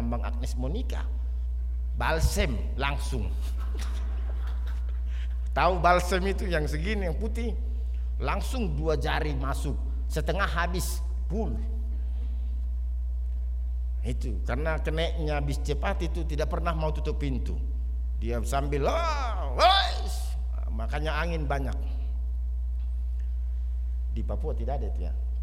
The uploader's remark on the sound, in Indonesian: RSK 98.6 FM. Rekaman ibadah Minggu pagi.